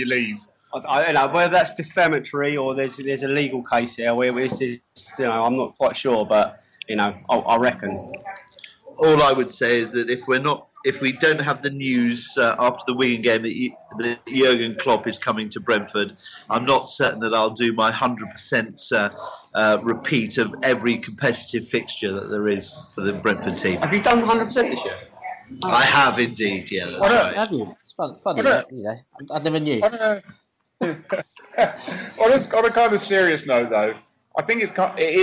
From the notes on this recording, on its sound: Bolton pub chat